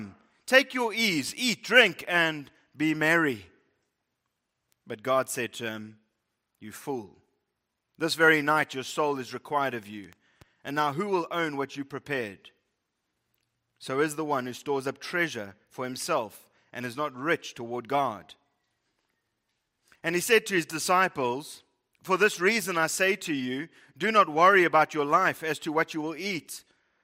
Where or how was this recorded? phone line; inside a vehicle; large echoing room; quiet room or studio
large echoing room